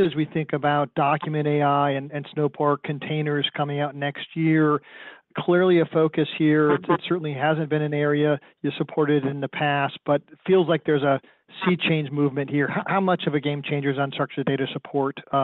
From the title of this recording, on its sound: Q3 FY24 Snowflake Earnings Conference Call